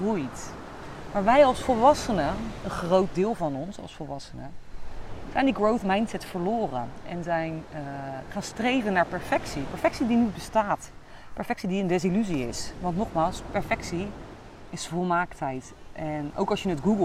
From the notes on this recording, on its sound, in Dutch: opgenomen op het strand in Koh Phangan Thailand